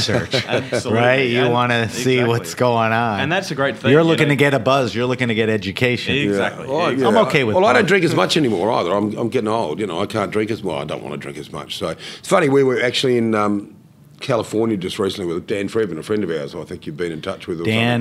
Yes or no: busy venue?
yes